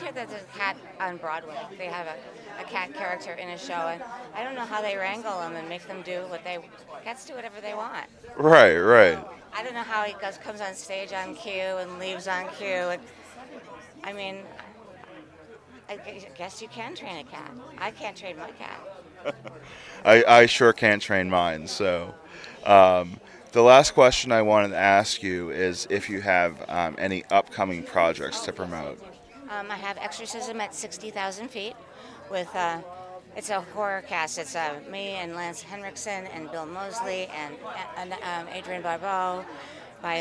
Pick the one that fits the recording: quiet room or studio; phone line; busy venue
busy venue